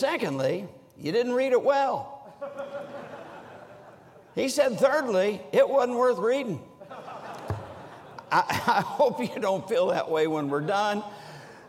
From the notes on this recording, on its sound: During the Monday Evening service of the 47th Annual Stewardship and Missions Conference on October 16, 2023, at North Valley Baptist Church in Santa Clara, California.